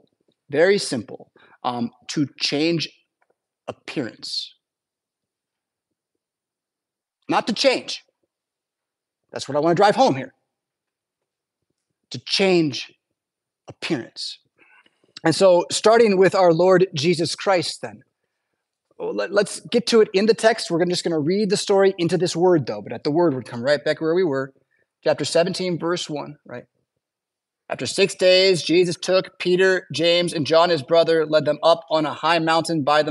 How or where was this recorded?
large echoing room